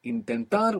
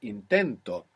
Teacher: Intentar, we have the accent on the end. When we put the O, the accent is just before it.